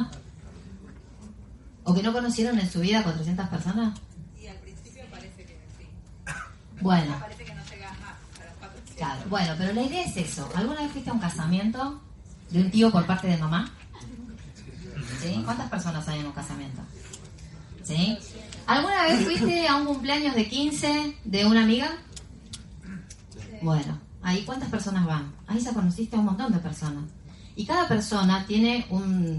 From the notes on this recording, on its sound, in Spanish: Audio extraído de reunión de equipo Mega Red, Bs As.